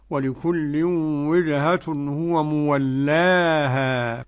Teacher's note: الكسر بتاع اللام ده ينطق بالفتح الإمام ابن عامر